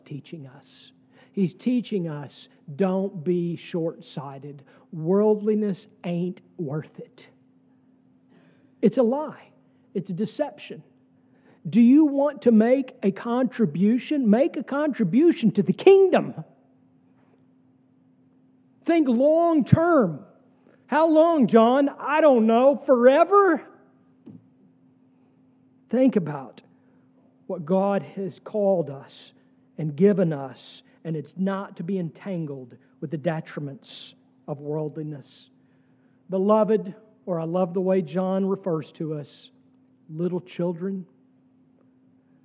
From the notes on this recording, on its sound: sermon from our worship service on October 22, 2023